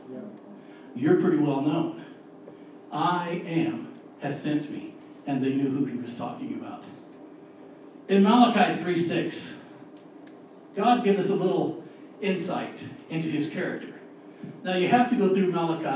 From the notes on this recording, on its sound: We had a little mishap with the audio this week